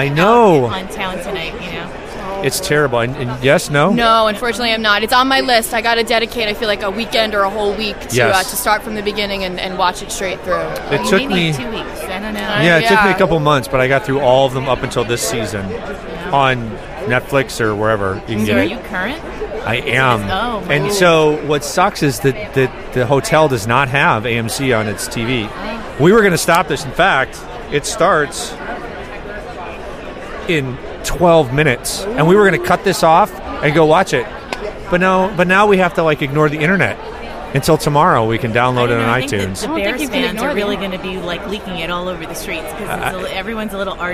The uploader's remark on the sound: The Arrogant Healthcare Marketing Bastards were podcasting live from SHSMD 2013 in Chicago.